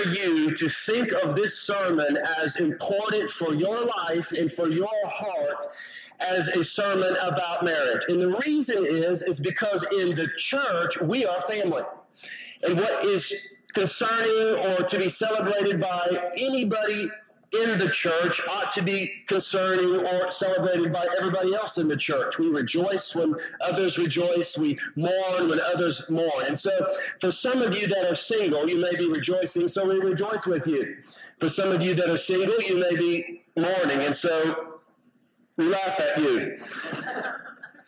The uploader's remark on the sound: Please excuse this week's audio quality. Audio quality improves drastically at 14 minutes 17 seconds.